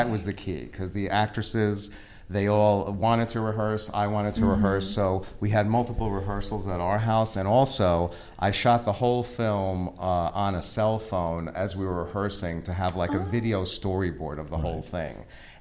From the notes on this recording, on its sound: We are live, on-location at the Broadwater for We Make Movies International Film Festival